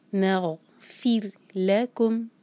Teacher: یہاں پر را ساکن سے پہلے کسرہ ہے، اگین را باریک ہوگا